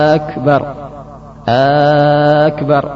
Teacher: Kesepuluh memanjangkan hamzah sehingga menjadi akbar